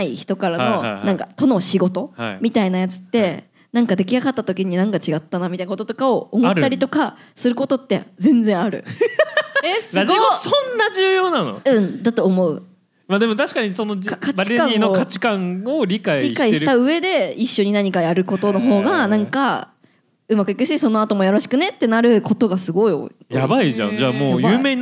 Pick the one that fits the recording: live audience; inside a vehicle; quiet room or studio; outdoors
live audience